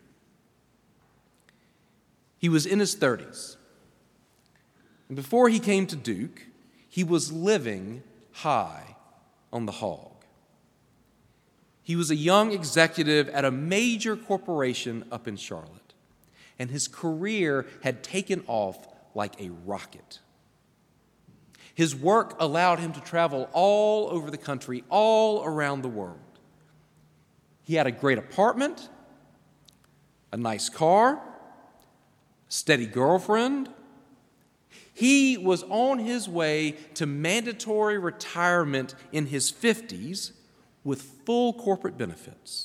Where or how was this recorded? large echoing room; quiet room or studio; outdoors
large echoing room